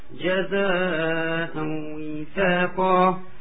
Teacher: since it's the med inside of the word, is four harakat at least · Term: مد متصل